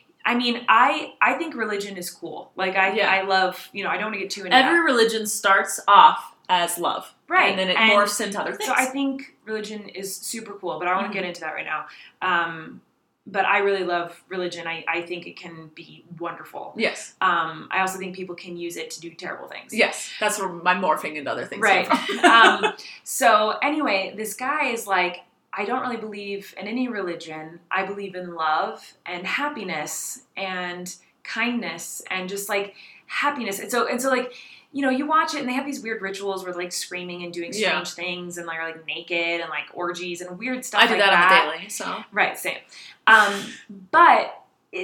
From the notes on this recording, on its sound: Sorry for the echo, a hotel room is very unforgiving